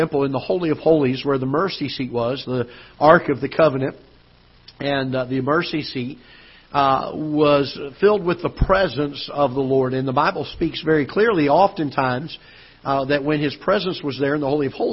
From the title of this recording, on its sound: Ketha Heights Baptist Church ~ Live Broadcast